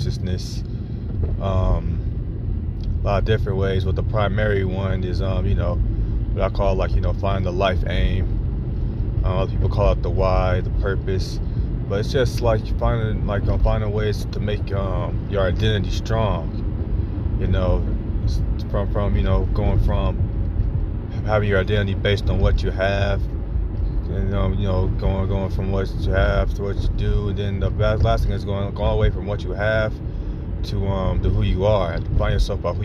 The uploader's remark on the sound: I am in the car on my way to a friend's house.